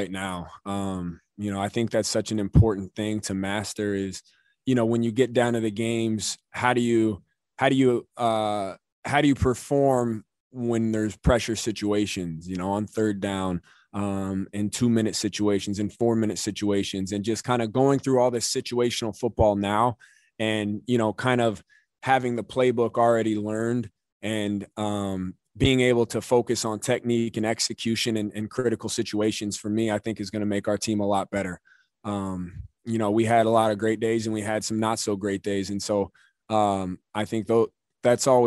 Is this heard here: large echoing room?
no